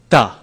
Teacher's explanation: The Sanskrit dentals are right against the teeth, T. And the retroflex is further back than the English T, T.